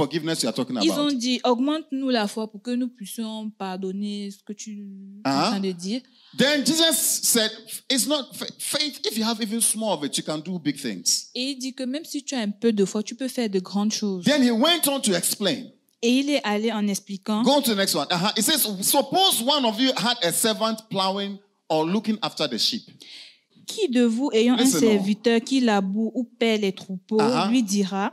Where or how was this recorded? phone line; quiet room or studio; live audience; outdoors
live audience